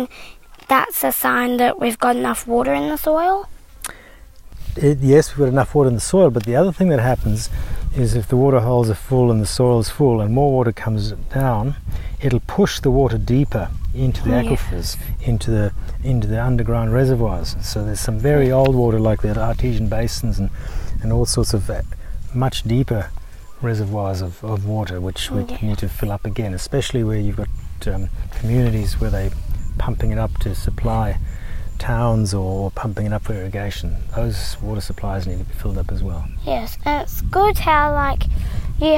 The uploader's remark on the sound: Flying out to Kachana Station. Sit down outside the homestead for a yarn.